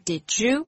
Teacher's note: Did 字尾的 d 跟下一个字的 you 音会连起来念，会比较顺畅哦